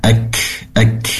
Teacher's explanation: Kaf di sini pastikan disempurnakan hamasnya, yaitu mengalirnya nafas ketika dia huruf kaf ini sukun semacam ini, maka sudah harus lebih terdengar jelas ya hamasnya ek ek seperti itu.